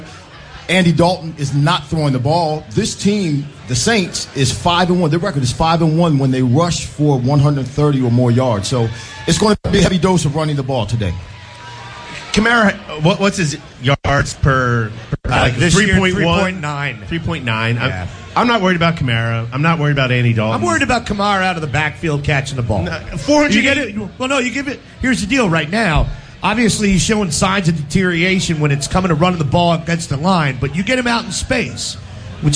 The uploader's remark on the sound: Green Legion Radio Pregame Show LIVE from our Saints Tailgate!